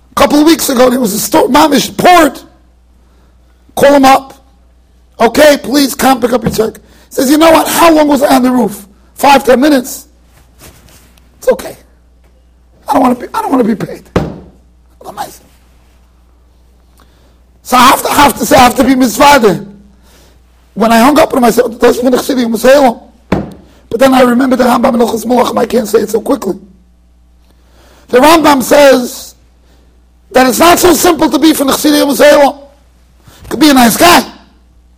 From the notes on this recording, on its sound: Shiur recorded in Yeshivas Ohr Reuven, Monsey NY.